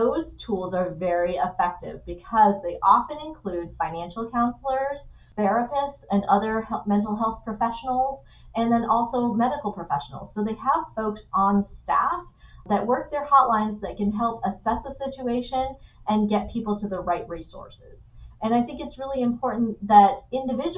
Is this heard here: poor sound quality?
yes